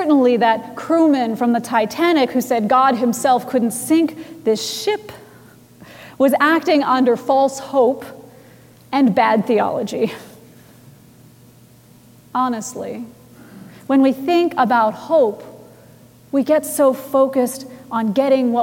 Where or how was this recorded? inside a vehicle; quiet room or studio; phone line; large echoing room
large echoing room